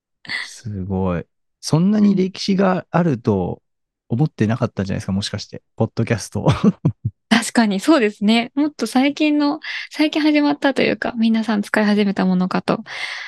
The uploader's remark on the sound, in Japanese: 10月12日夜にZoomで開催された第1回LISTENトークの第一部。想像していたよりもたくさんの方にご参加いただくことができ。